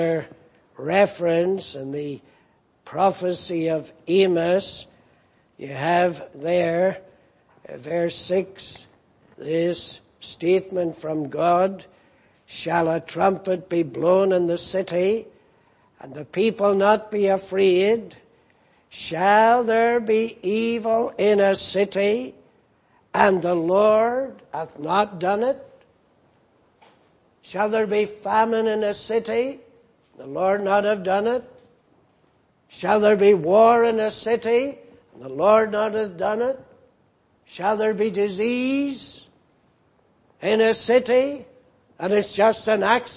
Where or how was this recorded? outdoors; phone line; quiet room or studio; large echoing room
large echoing room